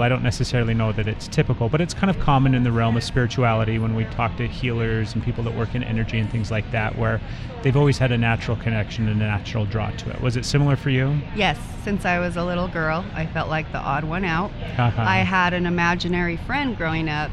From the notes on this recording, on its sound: Recorded live on location at the 4th anniversary of the SoulWorks Fair. Each month the fair is held at Dancing Cranes Imports in Salt Lake City.